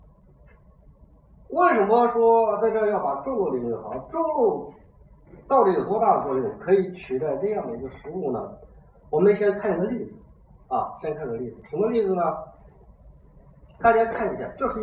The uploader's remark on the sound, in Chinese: 讲座录音